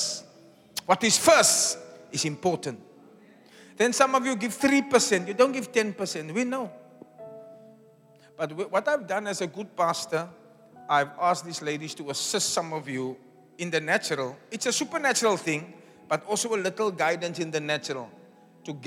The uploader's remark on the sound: Preached At The Zion Sanctuary, Cape Town.